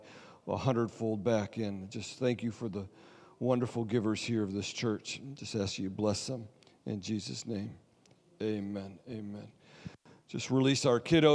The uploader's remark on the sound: Sunday Service Recording